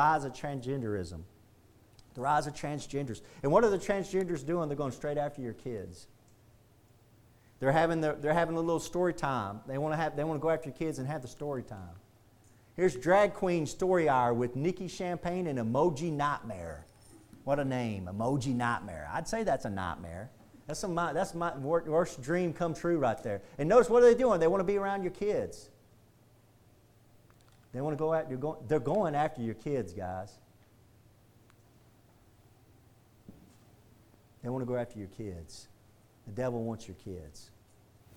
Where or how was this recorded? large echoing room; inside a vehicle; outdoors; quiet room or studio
large echoing room